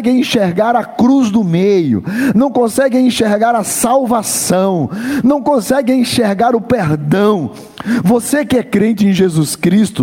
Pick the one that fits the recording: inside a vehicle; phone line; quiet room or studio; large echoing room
large echoing room